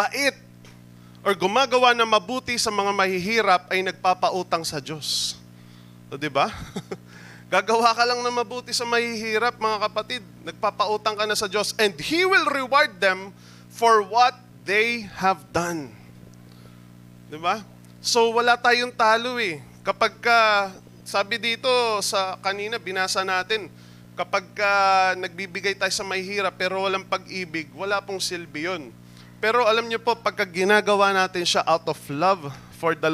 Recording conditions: large echoing room